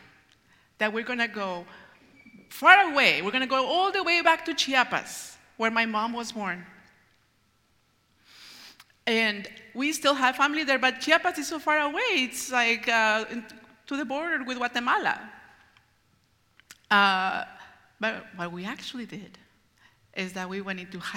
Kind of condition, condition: setting, live audience